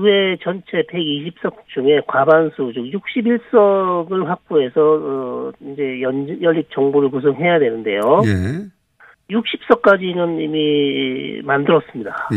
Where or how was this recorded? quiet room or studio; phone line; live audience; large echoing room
phone line